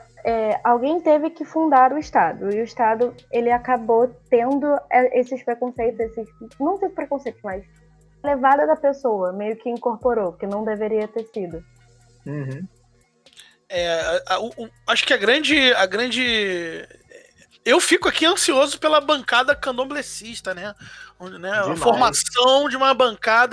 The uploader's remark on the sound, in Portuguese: Esse episódio foi gravado de casa pelo discord devido a situação atual de quarentena causada pelo COVID-19. Não estranhe a qualidade de áudio.